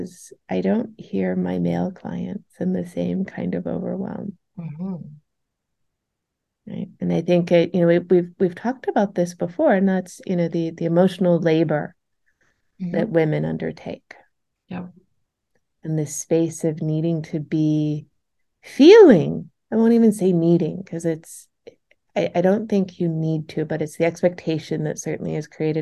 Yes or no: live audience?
no